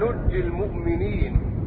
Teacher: بحذف النون الثانية وتشديد الجيم